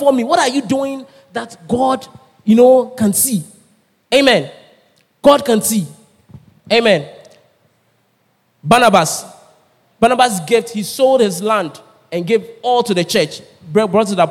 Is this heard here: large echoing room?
yes